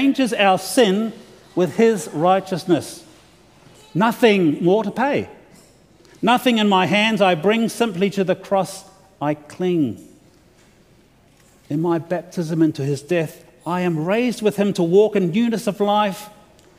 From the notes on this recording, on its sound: delivered to the opening worship service of the LCANZ Convention of General Synod on Thursday February 9, 2023